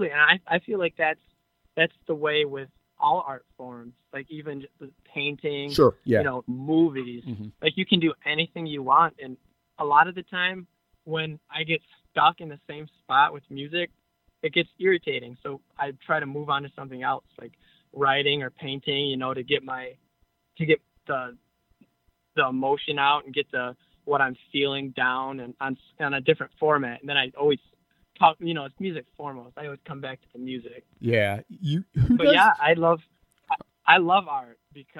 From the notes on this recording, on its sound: we jump on the phone for a fun and enlightening conversation